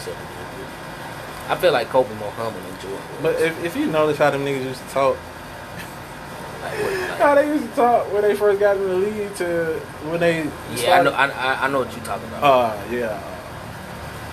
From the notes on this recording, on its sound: "Balcony Banter". Outside noises are heard, given where we recorded.